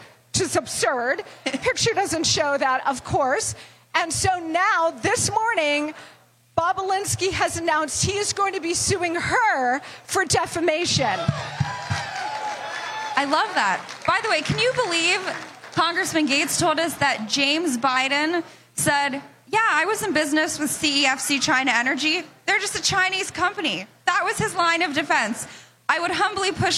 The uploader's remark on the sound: Live From CPAC